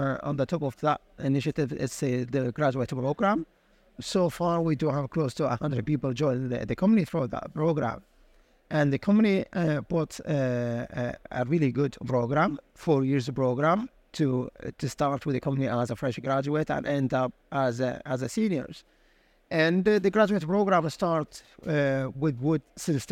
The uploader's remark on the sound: Recorded live at ADIPEC 2023